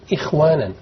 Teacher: قبلها كسرة تبقى الخاء في أدنى مرتبة التفخيم. إخوانا ترقق كده.